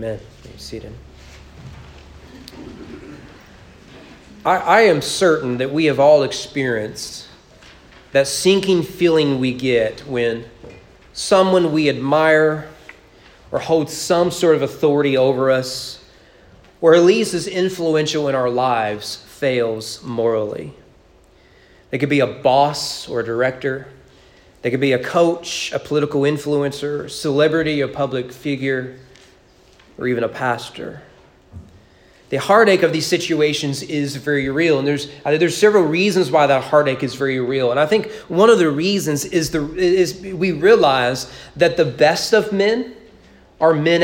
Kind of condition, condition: setting, large echoing room